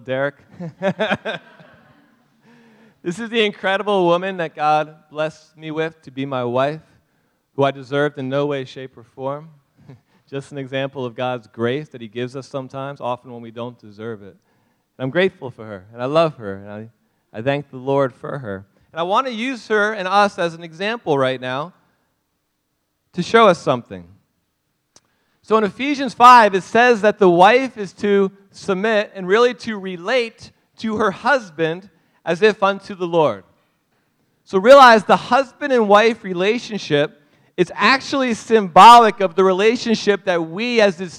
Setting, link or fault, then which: setting, large echoing room